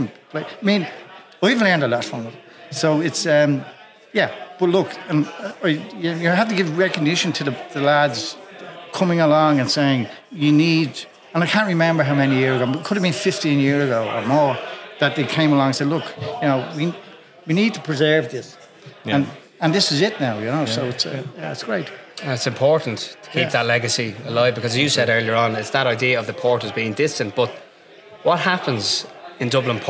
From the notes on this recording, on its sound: Special live edition of the Publin Podcast. Recorded in front of an audience at Cleary’s Pub on Amiens Street.